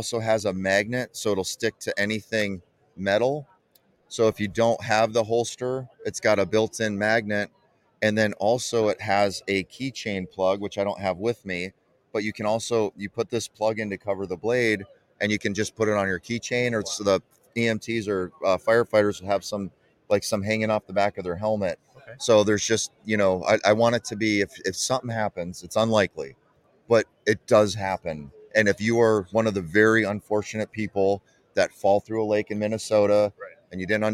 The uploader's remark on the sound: Live from ICast '23